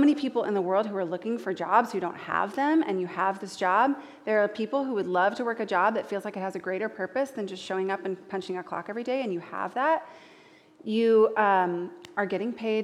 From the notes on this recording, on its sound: live podcast recording from our Winter STORY Gathering in Nashville, TN